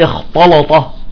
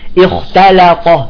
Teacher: اذا تاء وبعدها لام يجب ان نرقق اللام والتاء · Shown in: second take